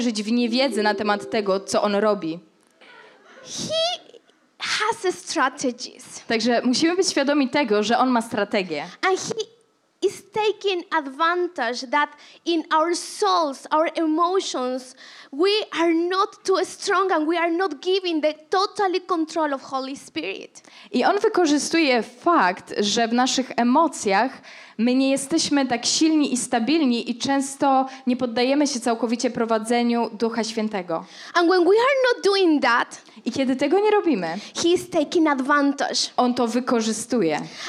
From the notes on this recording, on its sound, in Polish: Kazanie zostało nagrane podczas Makrogrupy NOF Church 10.